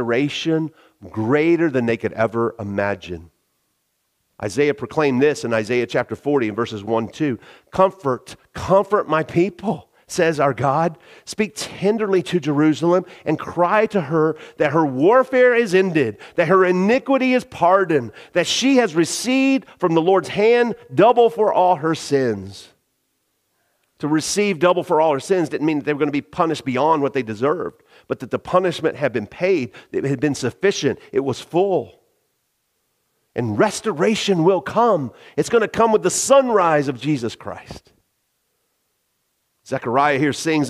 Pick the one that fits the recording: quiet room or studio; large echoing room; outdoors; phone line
large echoing room